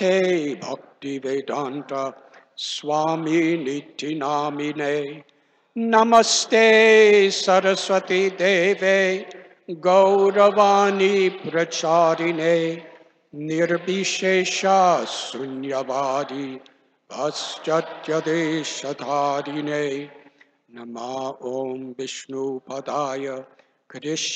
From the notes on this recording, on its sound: Initiation Lecture. At Sri Kishore Krishori Temple, Chicago.